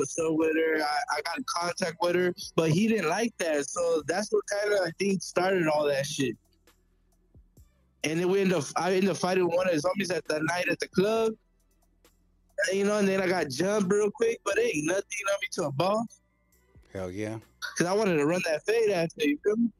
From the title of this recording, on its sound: calls in from the Pen